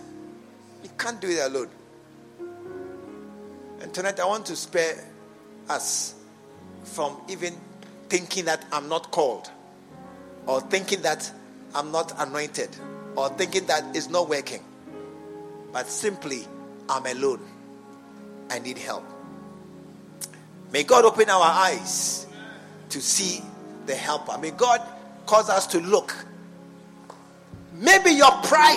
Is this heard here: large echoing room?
yes